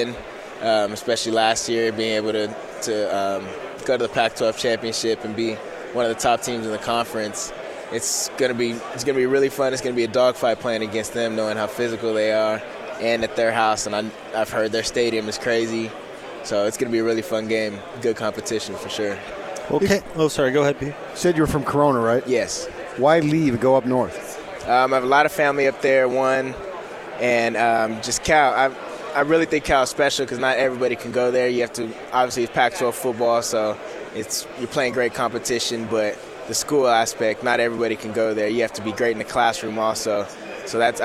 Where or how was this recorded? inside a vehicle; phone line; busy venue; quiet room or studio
busy venue